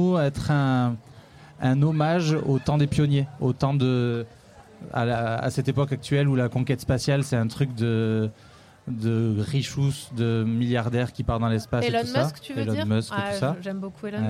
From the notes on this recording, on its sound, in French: En direct de Bambou canoë au festival ARDECHE MEETING. Les Vans (07). Micro trottoir dans les rues des Vans après le spectacle.